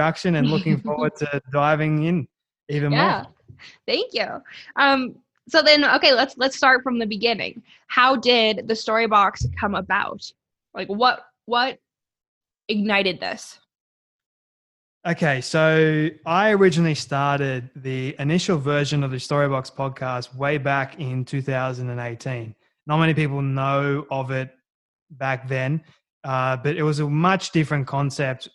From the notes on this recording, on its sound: All the way in Sydney, Australia (thank you Zoom!).